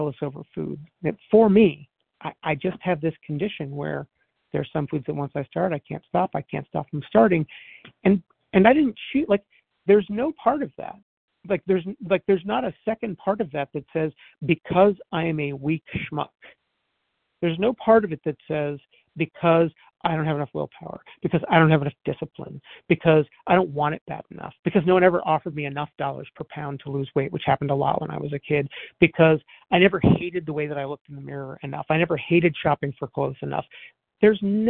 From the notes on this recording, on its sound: 100 Pounders Phone Meeting.